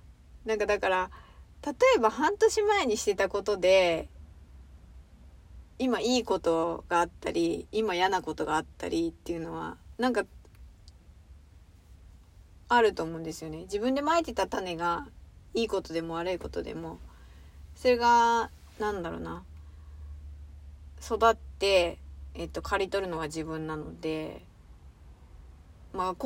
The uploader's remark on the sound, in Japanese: 車の中スタジオからお送りしている